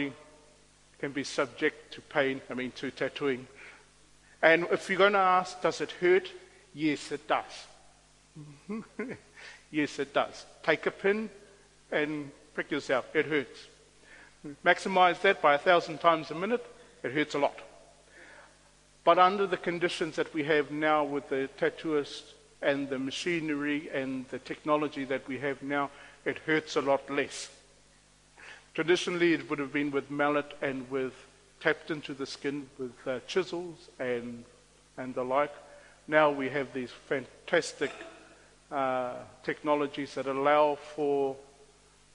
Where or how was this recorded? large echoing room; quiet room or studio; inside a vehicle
large echoing room